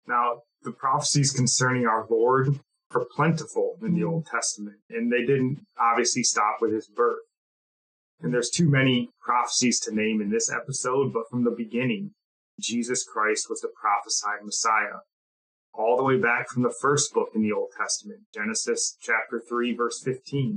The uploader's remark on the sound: Let me apologize for the audio. We are recording remotely, cheap mic and heavy AC running in the background.